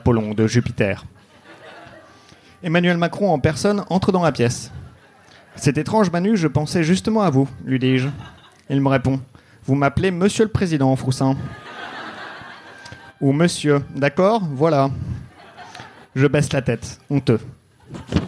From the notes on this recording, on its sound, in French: Les épisodes sont désormais enregistrés en public, tous les jeudis au One More Joke.